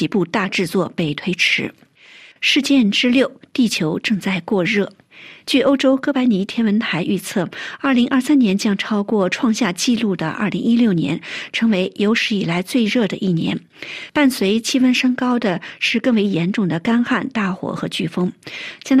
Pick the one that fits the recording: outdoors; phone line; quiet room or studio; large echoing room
quiet room or studio